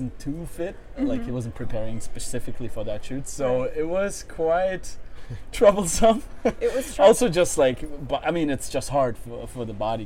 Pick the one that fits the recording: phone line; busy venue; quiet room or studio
busy venue